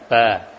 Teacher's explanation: Itu aliran nafas tidak ada. Dia siddah pada tekanan yang kuat pada pengucapan huruf ba.